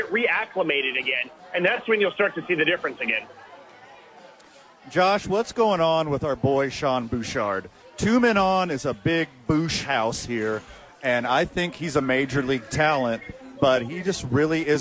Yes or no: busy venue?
yes